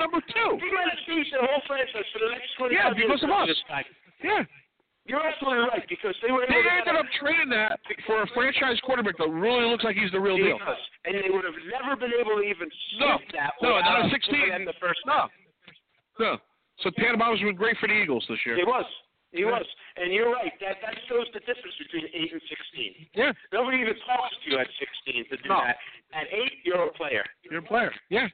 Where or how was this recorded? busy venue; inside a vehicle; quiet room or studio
busy venue